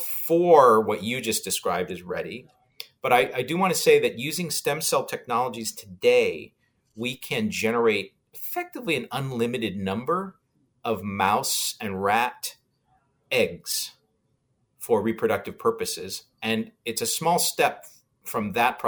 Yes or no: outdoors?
no